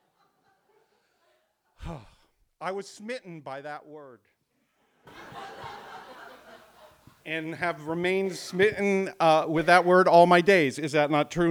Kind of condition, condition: setting, live audience